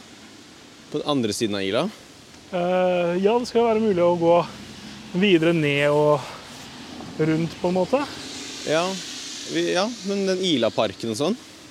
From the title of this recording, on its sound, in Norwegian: Podcast UTENDØRS på tur!!